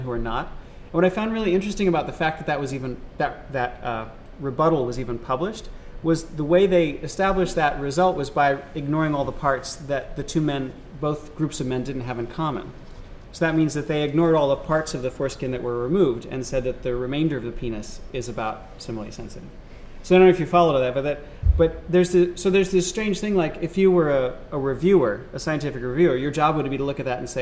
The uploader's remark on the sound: This is a recording of the panel discussion and Q&A from the Washington DC screening of Cut. The screening took place at Georgetown University.